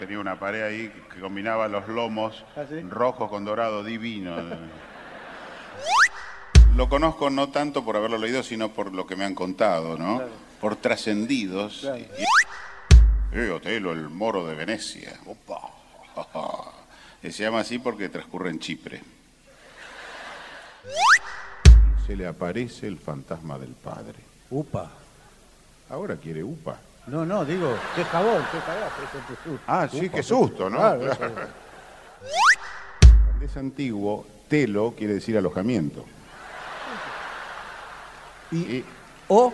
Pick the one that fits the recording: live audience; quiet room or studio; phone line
live audience